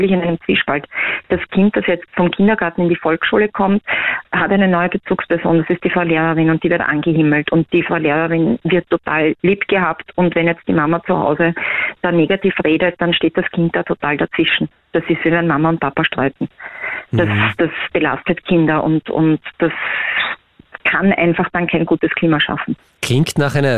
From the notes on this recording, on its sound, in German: Am Telefon